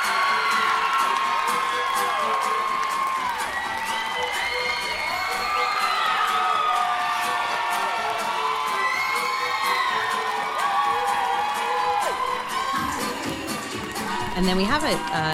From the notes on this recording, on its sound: An in the moment account of the highly anticipated "MX Burlesque WA" finals for 2023. Discussions on the red carpet and live reactions of the event from the audience.